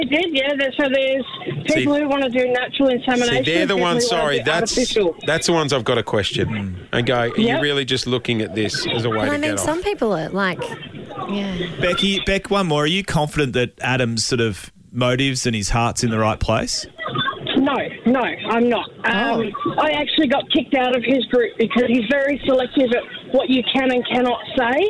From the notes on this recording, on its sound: We opened the phone lines and got some very strong opinions from our listeners.